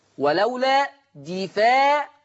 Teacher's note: ولولا دفع قرأ ورش بكسر الدال دي وفتح الفاء وألف بعدها